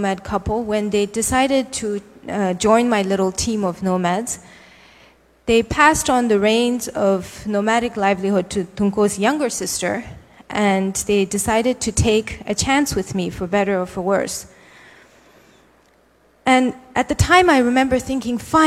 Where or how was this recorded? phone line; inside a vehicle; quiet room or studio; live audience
live audience